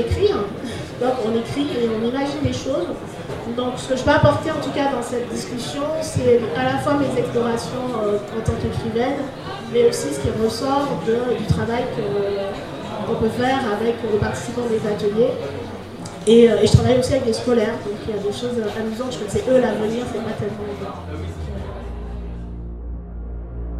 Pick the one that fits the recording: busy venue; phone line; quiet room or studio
busy venue